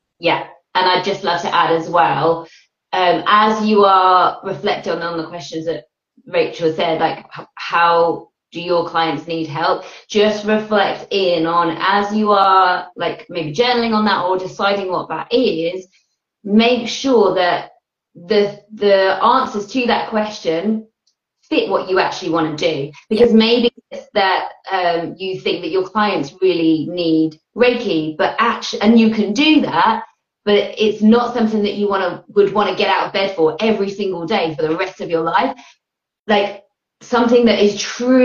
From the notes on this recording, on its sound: Welcome to the recording of this Instagram live